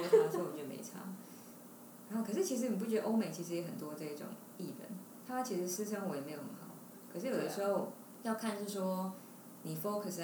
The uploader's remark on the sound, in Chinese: 雖然是在獨立的室內空間錄音，但是還是收到很多環境音，還請大家見諒。